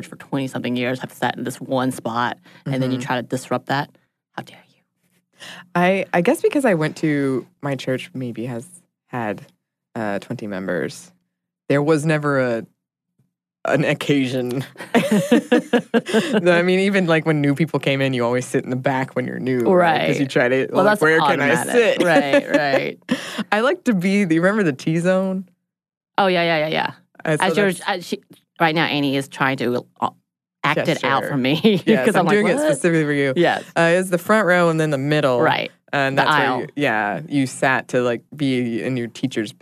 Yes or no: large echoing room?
no